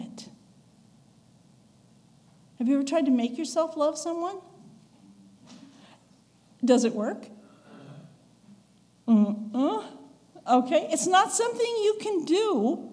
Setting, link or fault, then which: setting, large echoing room